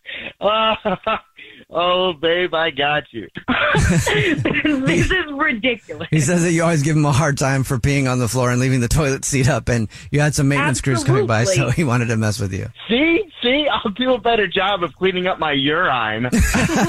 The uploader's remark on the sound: phone prank style